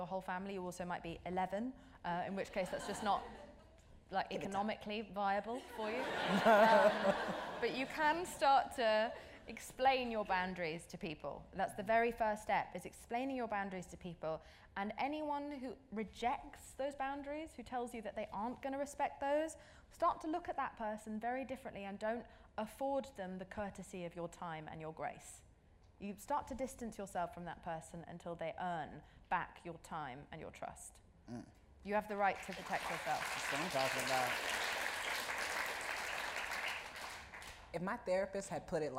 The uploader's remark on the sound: The conversation was recorded on September 26, 2019 in front of a live audience at New York's 92nd Street Y.